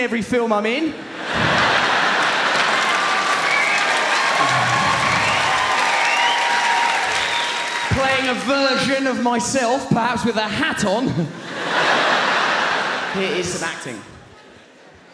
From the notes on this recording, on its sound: performance filmed live at London's Historic Hammersmith Apollo